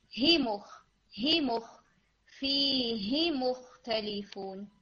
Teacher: फी यामद है, इसको खींचे, हा को क्विक करें, ही मुख फीही मुख्तलिफुन, कि वो अगले वाले लेटर के साथ जल्दी जाएगा।